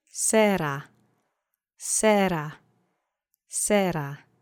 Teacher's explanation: Try to bounce off that R, and the accent is on the first syllable. I don't think you need to roll the R outright. Just a bounce will do.